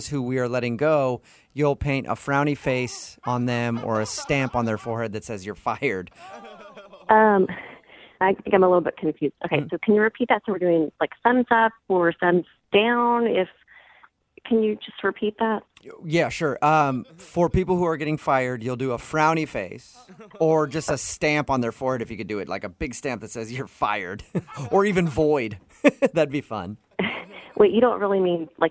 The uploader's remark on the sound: Phone Tap